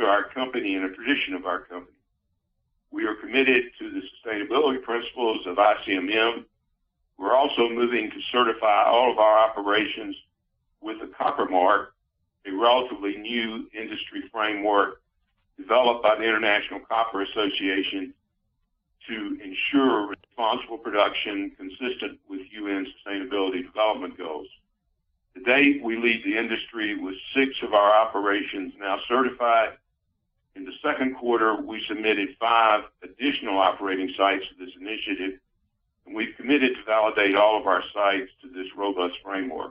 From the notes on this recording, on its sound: Freeport-McMoRan’s second-quarter conference call.